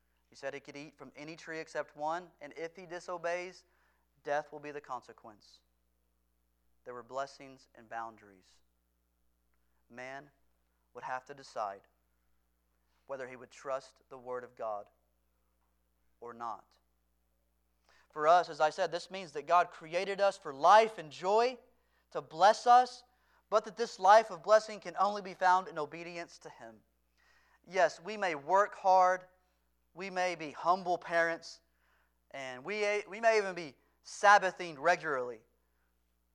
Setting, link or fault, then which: setting, large echoing room